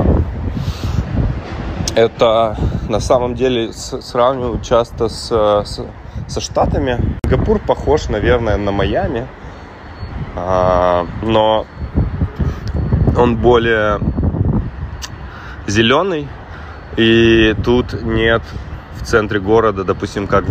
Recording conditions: wind noise